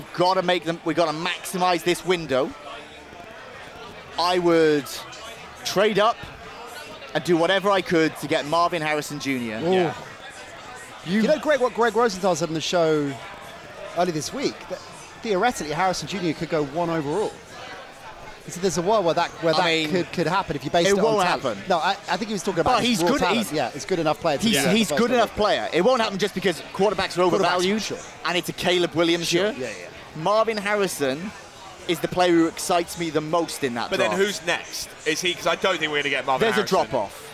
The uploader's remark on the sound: Come live from Passyunk Avenue in Waterloo. The beers are flowing.